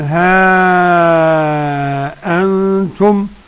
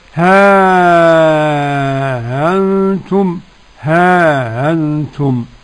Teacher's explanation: يقرأ بالتحقيق أولا ها أنتم، والتسهيل مع المد والقصر، ها أنتم ها أنتم.